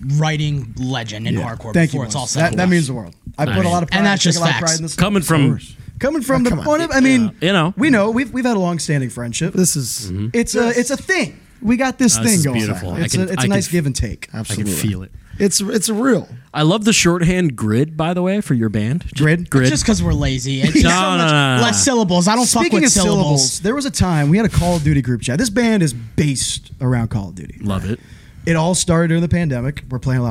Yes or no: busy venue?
yes